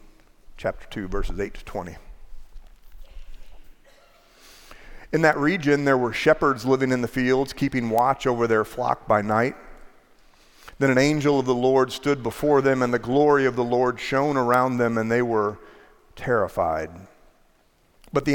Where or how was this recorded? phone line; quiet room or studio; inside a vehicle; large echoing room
large echoing room